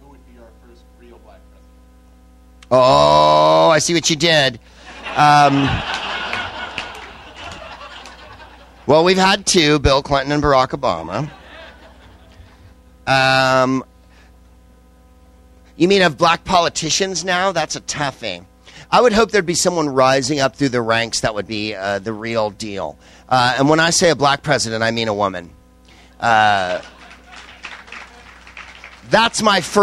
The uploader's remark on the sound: Vodkasting live from the SXSW conference in Austin, TX